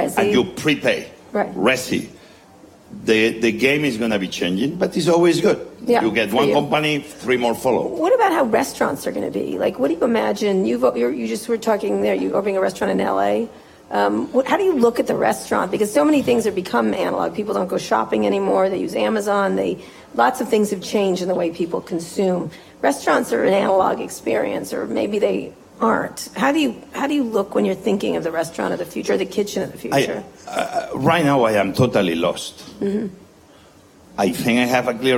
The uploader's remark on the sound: in front of a live audience at South By Southwest in Austin, Texas